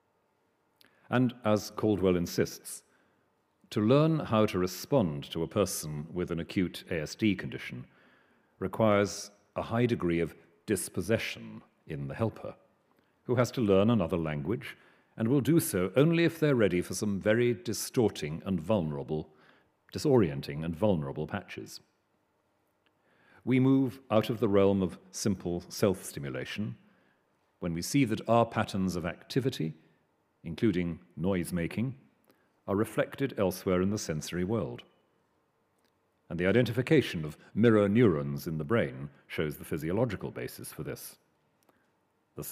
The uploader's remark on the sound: Recorded 11 November 2013 at the University of Edinburgh's New College.